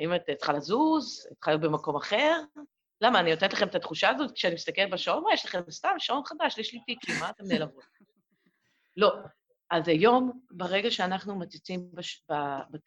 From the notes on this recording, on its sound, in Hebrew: באופן אירוני, דווקא בפרק העוסק בטכנלוגיה, ישנן הפרעות באיכות ההקלטה.